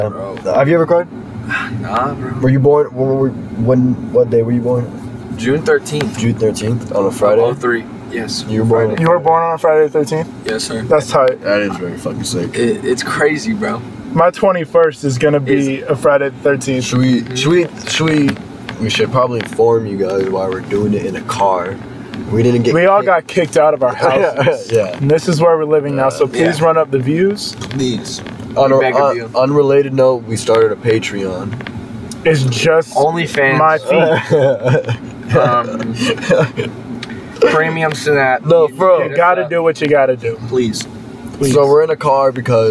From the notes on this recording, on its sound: we record in a car!